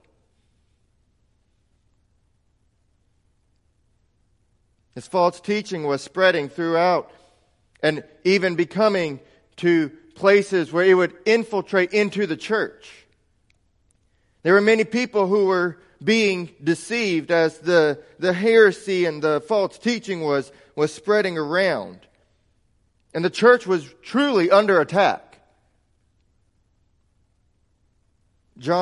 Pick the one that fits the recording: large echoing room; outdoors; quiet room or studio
large echoing room